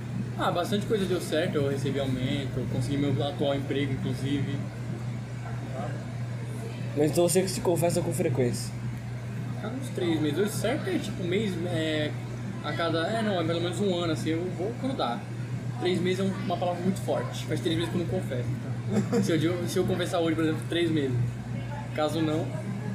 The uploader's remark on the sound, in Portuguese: A gente estava saindo do bar de sinuca e paramos na OXXO (loja de conveniência), achei legal nossa conversa e comecei a gravar. Desculpe a qualidade do áudio, juro que dá pra ouvir de boas, mas tem um ruído.